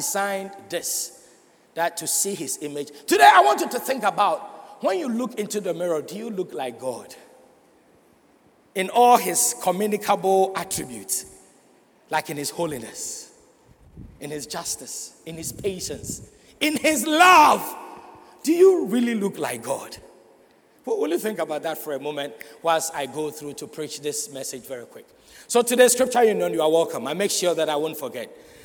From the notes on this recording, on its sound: Sermon preached at CBC Shiashie Campus